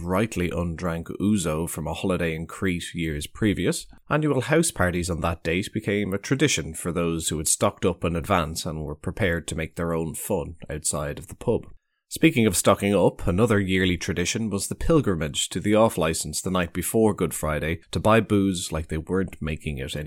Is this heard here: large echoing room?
no